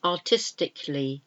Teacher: So, with A, we've got something like artistically, artistically, and the the a that's missing or not pronounced there is artiscally. That last a, artiscally, is not pronounced, so it's artistically.